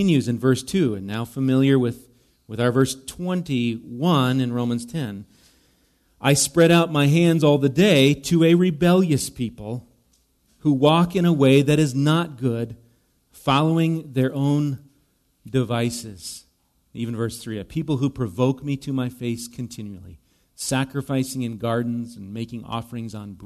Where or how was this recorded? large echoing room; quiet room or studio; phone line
large echoing room